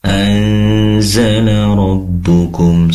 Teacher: Izin ketika membaca madza anzala. Anzala, pastikan ikhfa di sini, durasi dengungnya lebih lama ya. Anzala rabbukum, seperti itu.